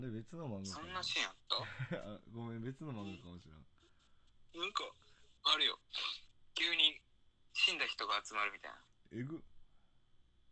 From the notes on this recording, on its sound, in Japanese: 今回は僕の体調不良のためリモートでの収録となっております。無料通話アプリを介しての収録となるので通常運転で音が悪くなっております。